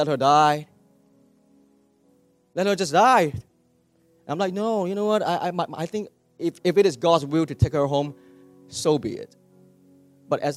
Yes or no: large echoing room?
yes